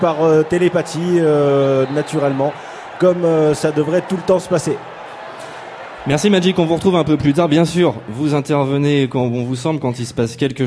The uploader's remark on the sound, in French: Le festival de Bande Dessinée BADAM ! Réunir autour de la table, dressée à l’Autoportrait (voisin de la Réserve à Bulle – centre névralgique du festival).